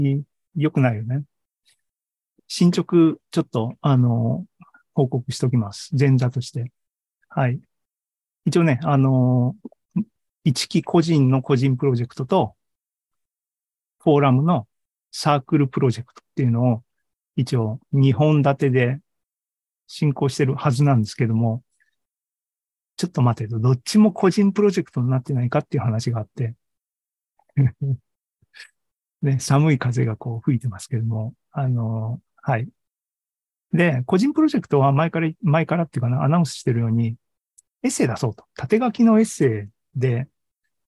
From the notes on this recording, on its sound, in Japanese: ２０２３年４月２６日に開催した ZOOMライブの模様です。